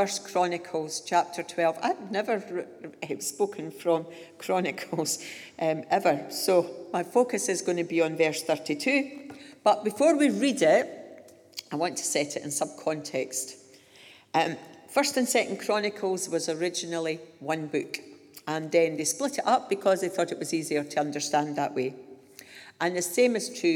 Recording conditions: live audience